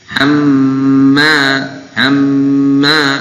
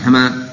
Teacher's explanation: mimnya digunnahkan dengan syiddah · Shown in: first take